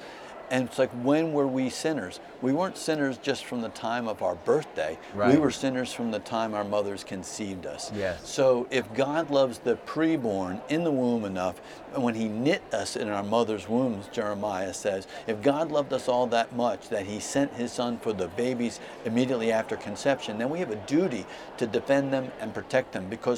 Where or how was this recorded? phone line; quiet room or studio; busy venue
busy venue